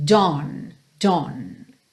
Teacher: Pensa nesse AW como um O, O. É como um O, só que bem nasal por conta desse N